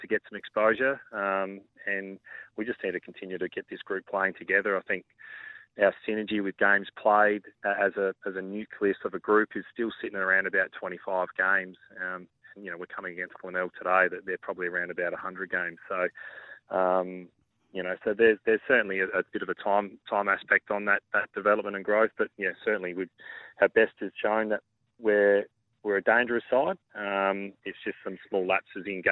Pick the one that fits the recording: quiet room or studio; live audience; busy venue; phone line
phone line